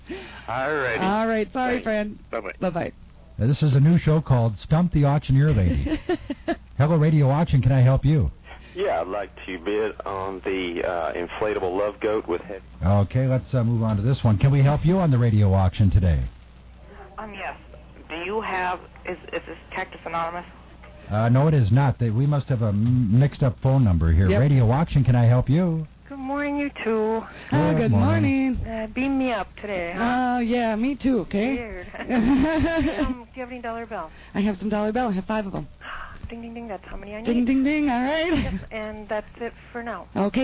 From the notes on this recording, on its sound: Personal Prank Phone Calls Collection